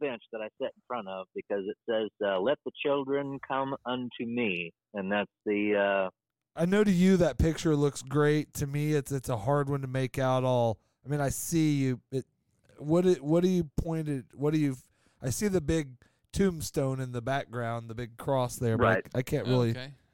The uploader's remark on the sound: As he answers the phone he is just getting home from his 5th family reunion this week and walks across the street to a strange location to have a drink. Short call.